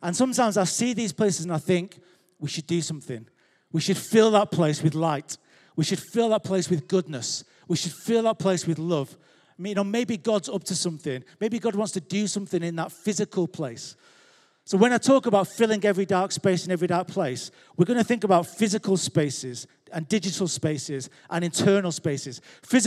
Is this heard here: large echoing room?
yes